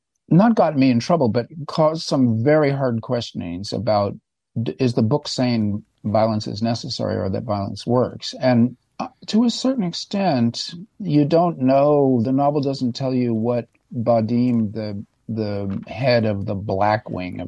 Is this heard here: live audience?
no